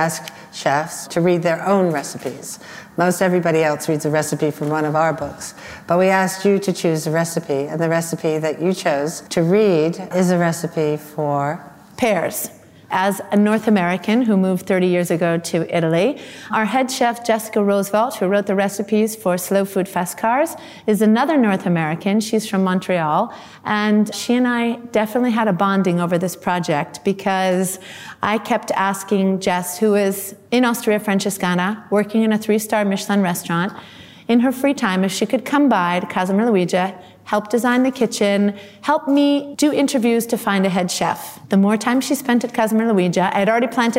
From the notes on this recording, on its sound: at Refettorio Felix in London for a special live recording